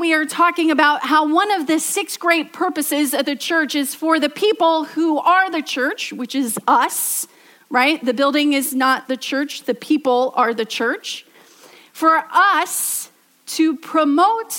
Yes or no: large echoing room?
yes